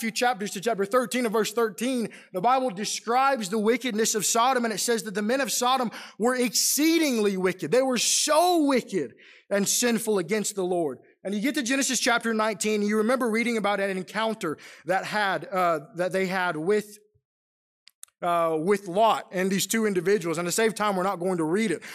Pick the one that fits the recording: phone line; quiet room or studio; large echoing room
large echoing room